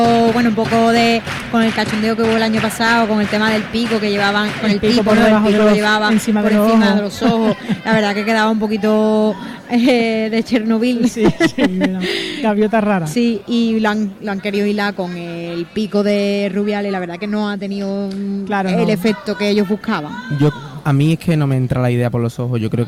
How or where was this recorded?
live audience